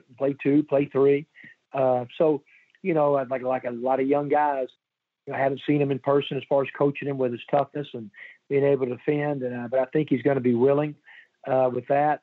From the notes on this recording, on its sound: From Hoover, site of the SEC Tournament. Joins on the Modern Woodmen phone line.